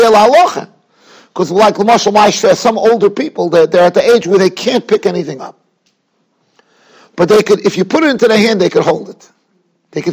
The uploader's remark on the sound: Shiur recorded in Yeshivas Ohr Reuven, Monsey, NY.